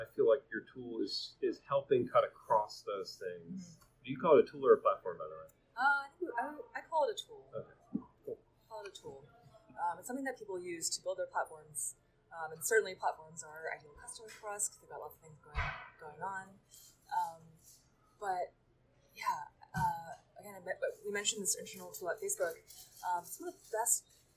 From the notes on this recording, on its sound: coming from a recording at SRECon Americas in March 2018 at Santa Clara Convention Center Hyatt